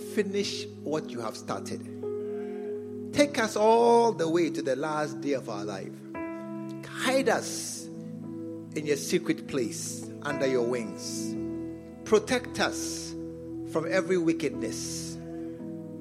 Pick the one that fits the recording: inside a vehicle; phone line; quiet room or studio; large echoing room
large echoing room